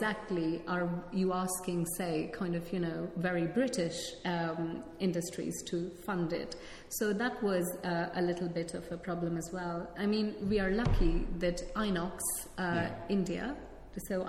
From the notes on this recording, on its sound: KiSSiT (Kingston Shakespeare Seminar in Theory) Work-in-Progress session. Held on the 14th of April at the Rose Theatre Kingston.